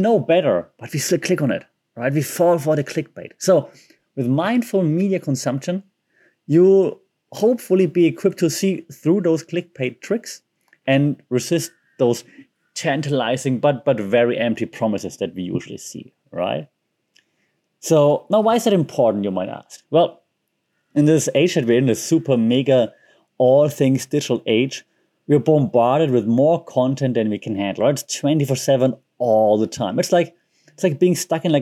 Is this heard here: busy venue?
no